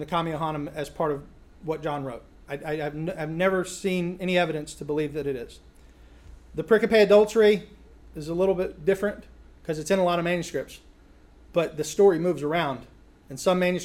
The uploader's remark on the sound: a recent lecture he gave at Sovereign Grace Academy